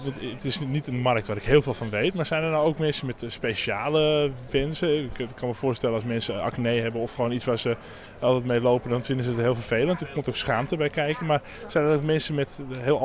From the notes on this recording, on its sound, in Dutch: Op de nieuwjaarsborrel in Lab 44